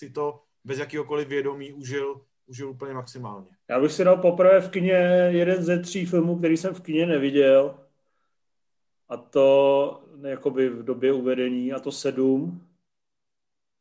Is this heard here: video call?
yes